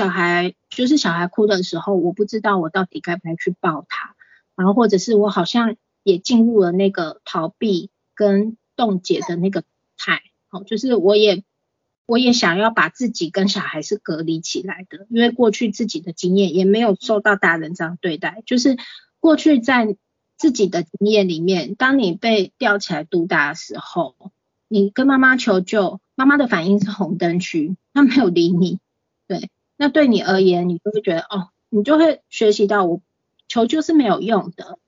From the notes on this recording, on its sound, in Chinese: 此為線上課程錄音檔！